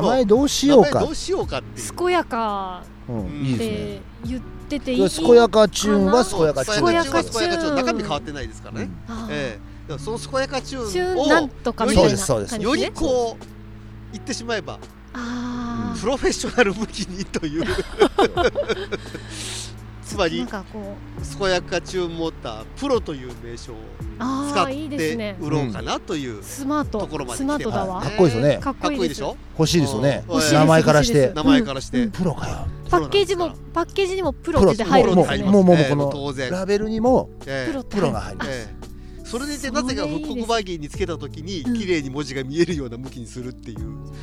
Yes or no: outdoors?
yes